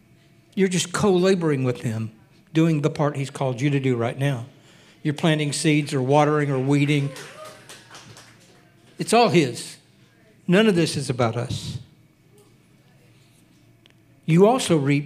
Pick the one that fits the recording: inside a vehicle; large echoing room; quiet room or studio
large echoing room